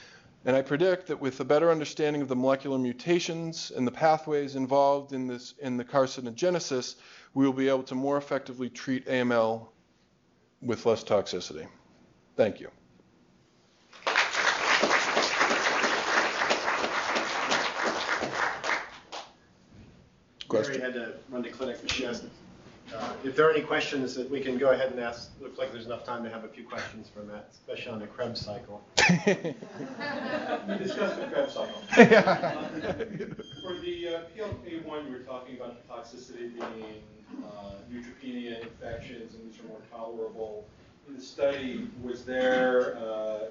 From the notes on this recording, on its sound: Norris Cotton Cancer Center Grand Rounds